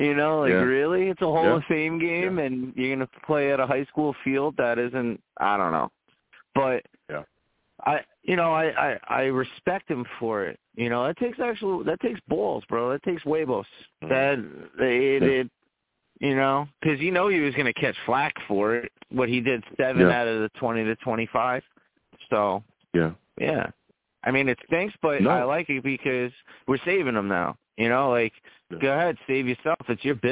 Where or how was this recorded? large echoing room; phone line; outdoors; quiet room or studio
phone line